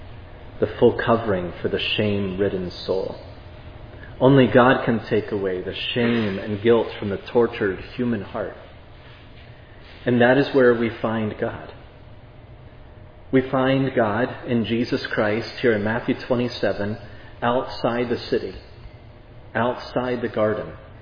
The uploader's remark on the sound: This sermon was preached at Providence Church on September 4, 2022.